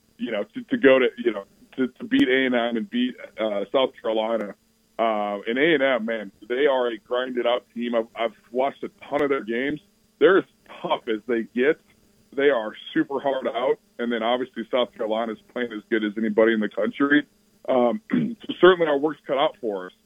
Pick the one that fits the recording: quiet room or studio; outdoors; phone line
phone line